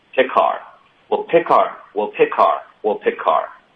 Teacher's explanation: pick 跟 our 我们需要连读，可是 our 我们会弱读成 R